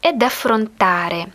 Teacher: Ed – это союз и со звуком d, который прибавляется перед последующей гласной. Чтобы плавно переходить на следующее слово для красоты речи, мы имеем не вместо e – ed.